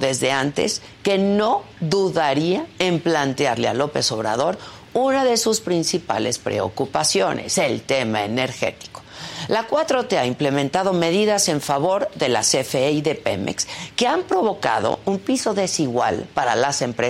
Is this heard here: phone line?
no